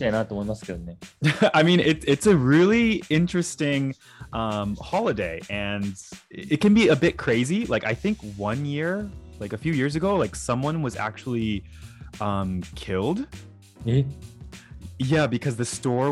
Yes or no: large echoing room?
no